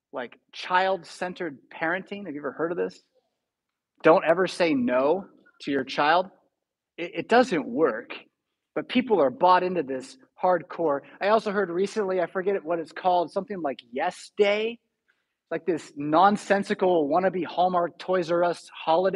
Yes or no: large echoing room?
yes